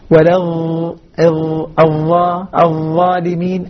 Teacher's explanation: الظاء طرف اللسان مع أطراف الثنايا العليا